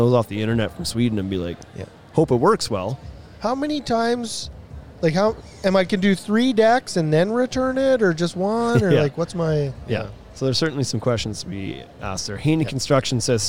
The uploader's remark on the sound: We did this one LIVE from a homeshow so its pretty fitting!